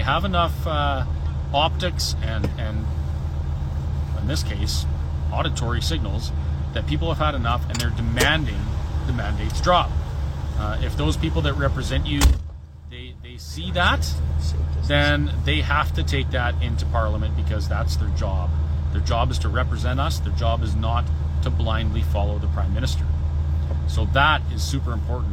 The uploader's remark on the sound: The Convoy is in Ottawa and we walk around taking in all the sights and sounds of Ottawa.